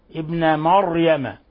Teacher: الراء مفتوحة فتفخم، والميم مرققة، ما ابن مريم.